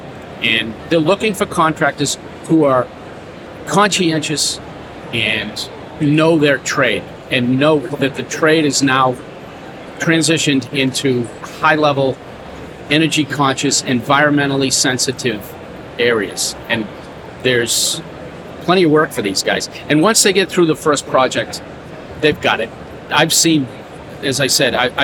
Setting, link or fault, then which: setting, busy venue